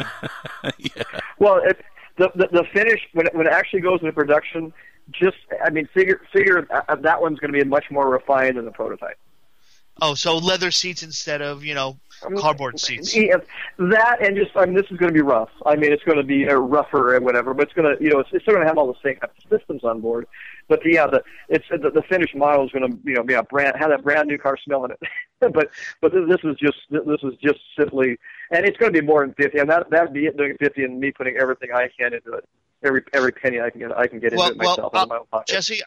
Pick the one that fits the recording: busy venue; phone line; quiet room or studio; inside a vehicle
phone line